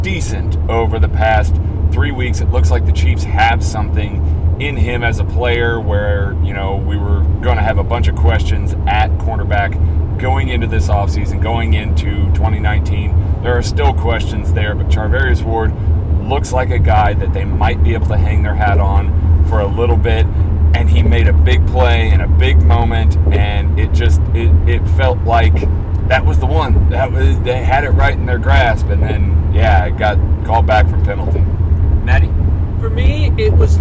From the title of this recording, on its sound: From the car!